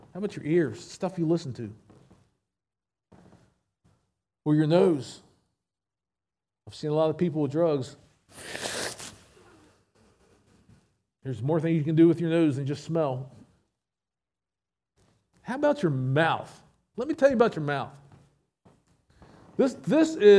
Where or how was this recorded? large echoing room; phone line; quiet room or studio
large echoing room